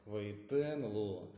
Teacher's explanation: у Ваитен ударение на конце, и ло, односложное слово, тоже с ударением сразу · Term: два ударения подряд